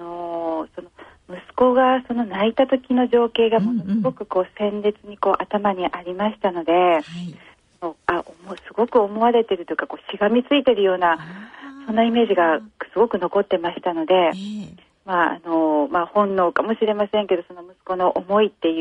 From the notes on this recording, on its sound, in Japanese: 受賞者への電話インタビューの模様をお聞きいただきます